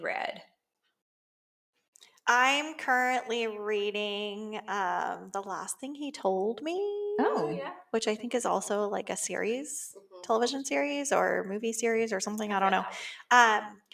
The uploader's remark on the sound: Disclaimer* every now and then technology gets the best of us. Unfortunately the sound quality of this episode is a bit uneven.